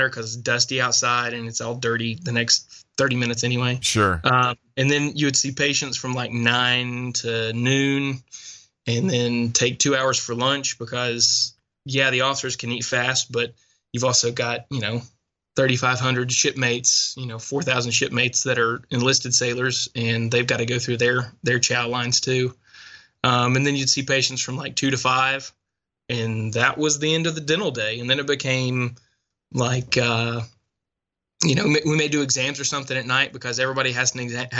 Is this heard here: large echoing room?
no